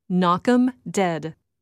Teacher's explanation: And we say it quickly, blending the words together, knock 'em dead.